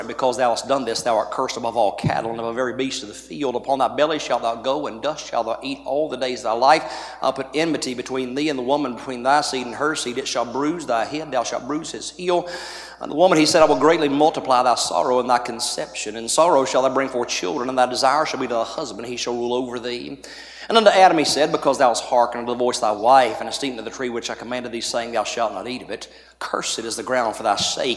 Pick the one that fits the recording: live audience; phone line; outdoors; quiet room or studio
live audience